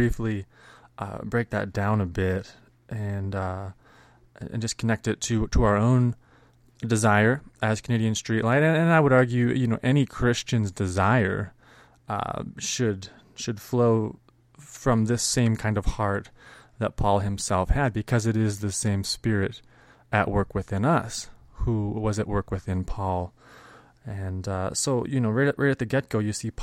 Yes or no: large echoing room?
no